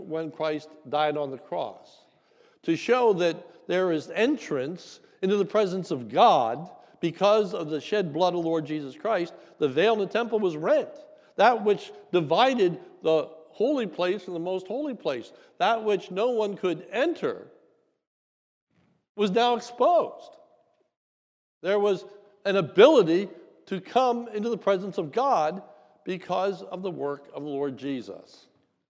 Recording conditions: large echoing room